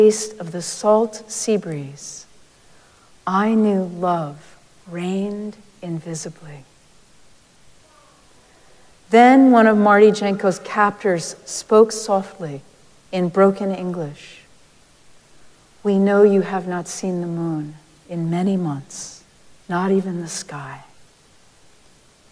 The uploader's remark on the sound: Recorded live at Arlington Street Church, Sunday, November 19, 2023.